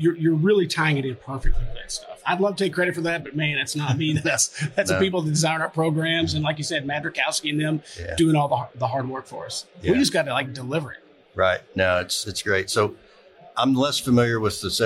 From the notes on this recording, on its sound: Live at FDIC.